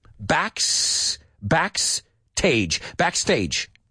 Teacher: Si no pausas, la E no se cuela.